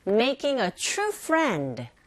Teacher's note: making 그리고 어는 부정관사 기능어인지라 약하게 소리 나서 making과 연결되면 making a true가 아니라 t 사운드와 r 사운드가 이렇게 맞물려 있는 경우에는 츄 이런 소리로 발음을 하게 되고 · 강세는 making true friend에 있다는 거 아시죠?